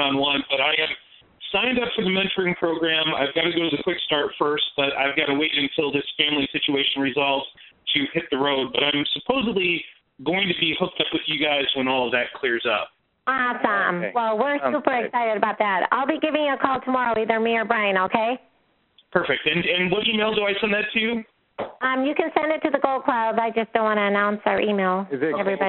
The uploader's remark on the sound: Q&A Call 2016-03-14